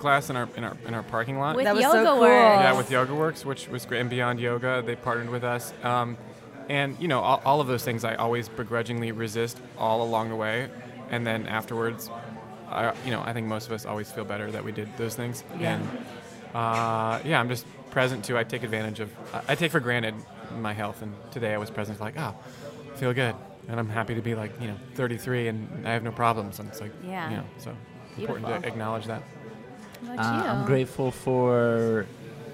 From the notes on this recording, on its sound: go on location at their favorite Los Angeles plant based food mecca, Cafe Gratitude